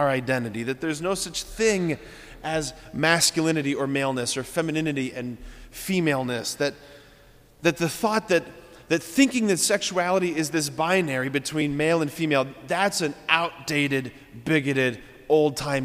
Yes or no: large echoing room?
yes